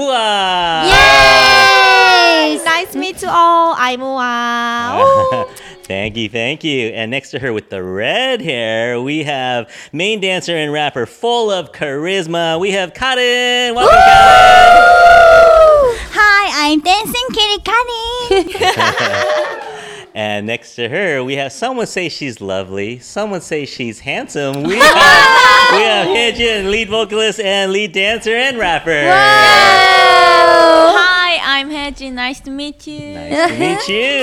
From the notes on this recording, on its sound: I dropped by their fan meet event at our favorite KPOP store SarangHello in San Francisco, hoping to record with the girls. Their flight to Texas got delayed so they had time for a quick chat with me before they headed out.